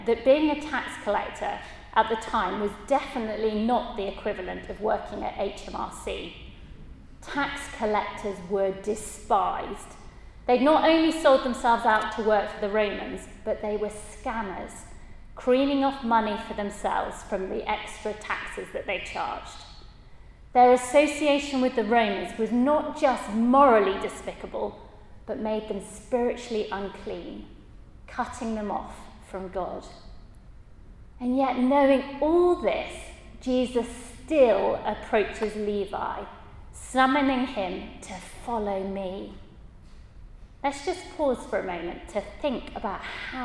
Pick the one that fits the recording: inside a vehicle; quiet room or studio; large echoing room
large echoing room